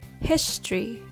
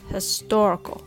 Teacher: History has the stress on his. Historical has the stress on tor.